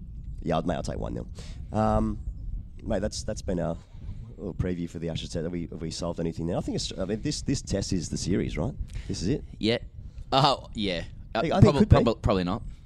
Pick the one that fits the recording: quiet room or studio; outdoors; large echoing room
outdoors